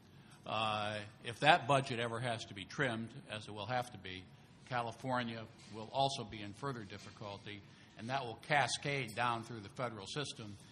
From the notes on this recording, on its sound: Responds to the questions and comments of conference participants and audience members.